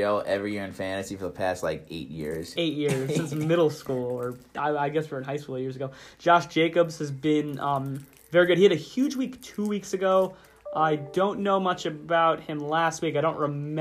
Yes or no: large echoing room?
no